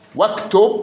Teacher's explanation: واكتب الهمزة راحت انبلعت سقطت يعني بالدرجي · Term: همزة وصل